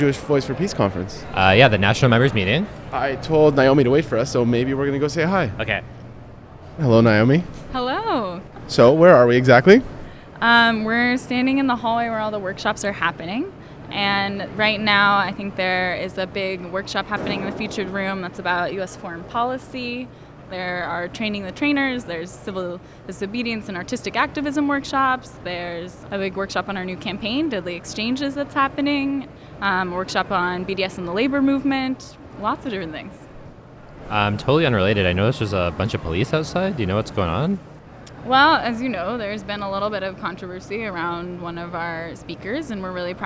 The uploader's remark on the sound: We went to Chicago last month for the Jewish Voice for Peace National Members Meeting! We brought a recorder with us and put together an audio collage of our experience. Our trip to the Haymarket Martyrs' Monument.